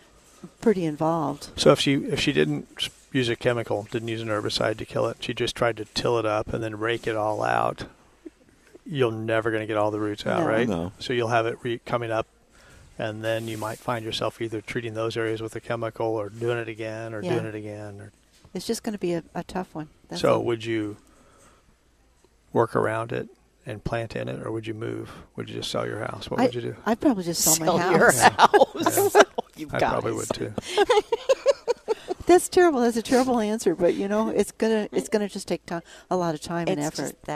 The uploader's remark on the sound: Live at Prairie Gardens